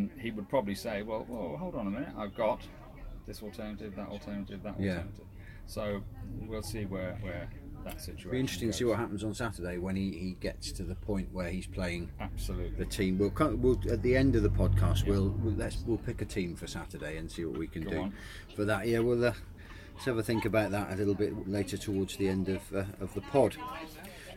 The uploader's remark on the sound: The Podcasters log off and head for the beach, where the week's Plainmoor news and gossips is punctuated by the gentle sounds of passing holidaymakers, lapping waves and chihuahua-hunting seagulls.